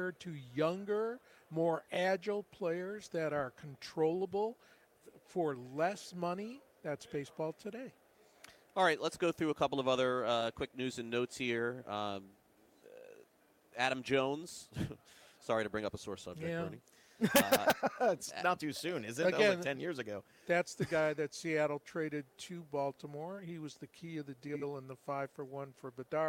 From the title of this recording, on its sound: LIVE FROM THE MLB WINTER MEETINGS